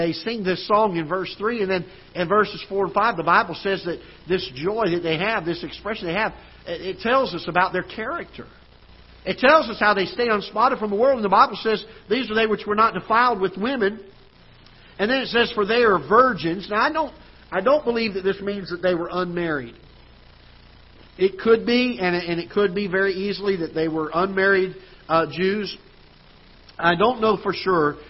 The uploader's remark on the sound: Ketha Heights Baptist Church ~ Live Broadcast